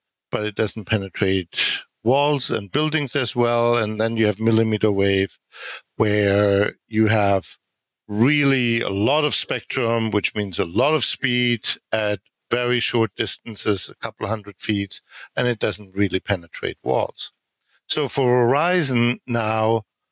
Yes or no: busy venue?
no